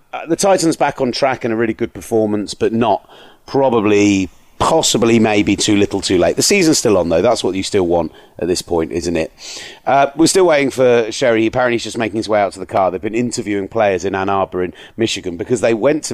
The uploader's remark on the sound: Live from a Michigan Car Park. The team out on the road.